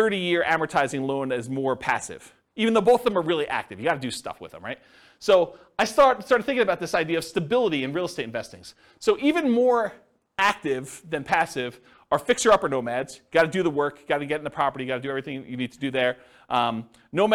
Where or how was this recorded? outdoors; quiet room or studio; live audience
live audience